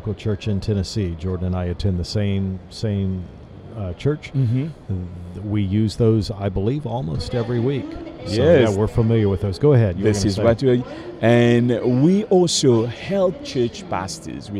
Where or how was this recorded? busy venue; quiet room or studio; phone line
busy venue